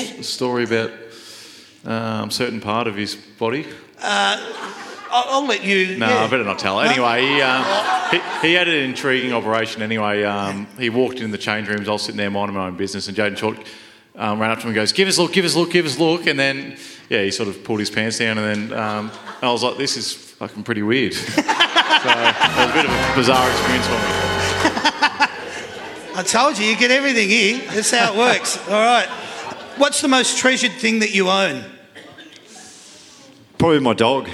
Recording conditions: live audience